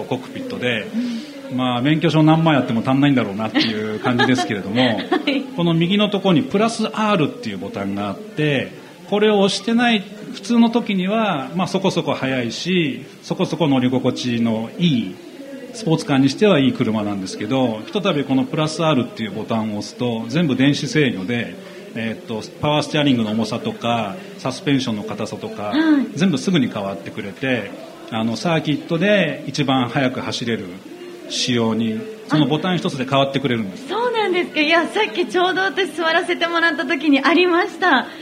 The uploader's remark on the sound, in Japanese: ツインリンクもてぎで行われた「ホンダレーシング・サンクスデー」。そこにお邪魔して行った公開収録の模様をお届けしています。